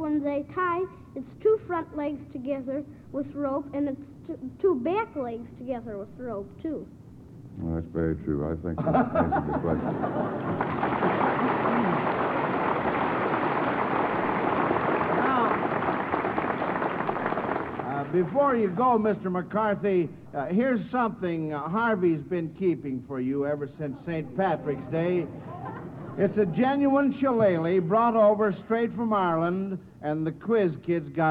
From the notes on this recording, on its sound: Live From The Shamrock Hotel.